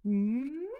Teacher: And then you can introduce like pages of a book and you start speaking that in a siren as well. So you go all the way down and then all the way up and then you go back all the way down.